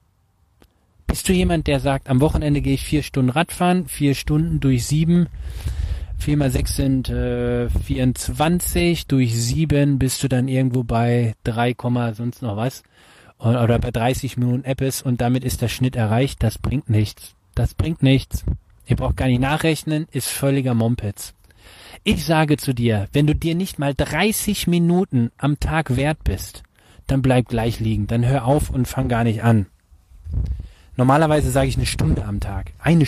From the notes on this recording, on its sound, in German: Die heutige Podcastepisode wurde im Park aufgenommen. Ich bitte die ungewöhnlich schlechte Qualität zu entschuldigen.